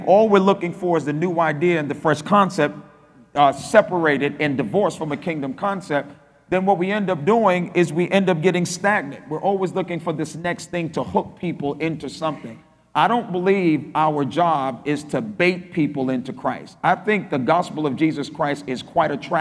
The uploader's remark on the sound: spoke at our REFRESH conference in Nassau, Bahamas